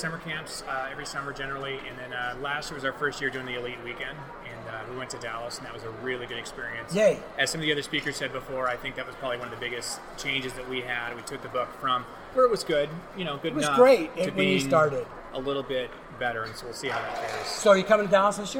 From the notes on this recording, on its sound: Recorded live at the JEA/NSPA National High School Journalism Convention in Anaheim on April 26, 2019. Session from the conference floor.